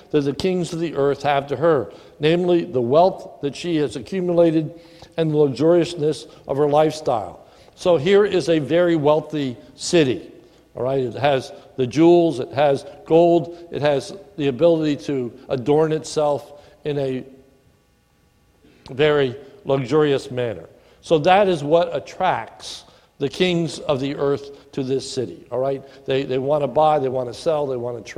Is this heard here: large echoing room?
yes